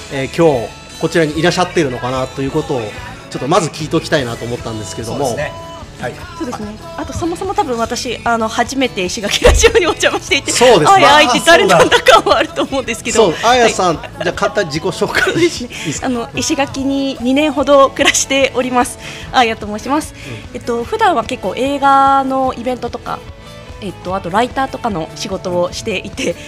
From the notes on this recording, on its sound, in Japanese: 石垣ラジオ初の公開収録会。石垣島に新たに誕生したワーケーション施設の《しまのとき》さんにて初の公開収録です。現場の臨場感!?もお楽しみください。